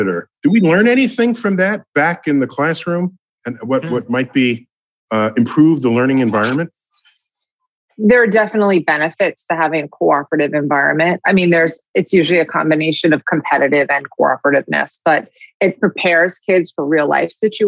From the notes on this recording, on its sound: at PocketLab’s Science Is Cool Virtual Unconference